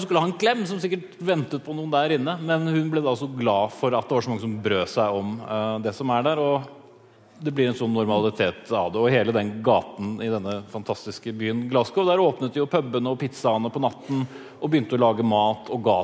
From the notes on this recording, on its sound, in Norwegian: Korrespondentene møter publikum i Store studio